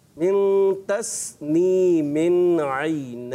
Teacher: عین، تسنیمی نہیں ہے تسنیم، من کلیئر آپ نے کرنا ہے، اور تس پہ ہمارا کلکلا نہیں ہونا چاہیے